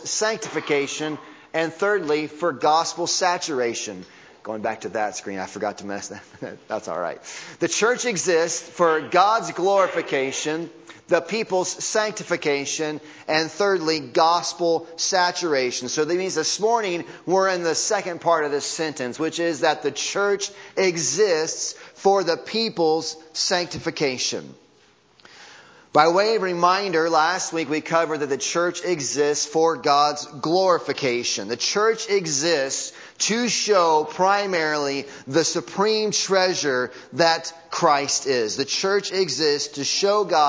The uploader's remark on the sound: Audio from Sunday Morning Service